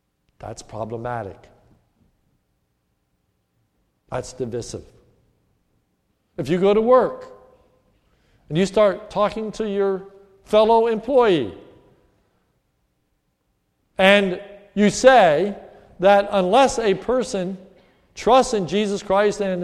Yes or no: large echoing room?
yes